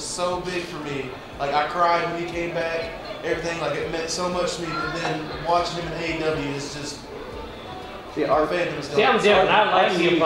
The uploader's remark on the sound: a panel we conducted at Metrotham Con 2023